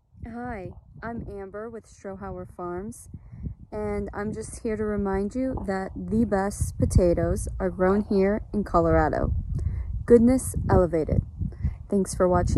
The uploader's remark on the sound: We're live at Blake Street Tavern downtown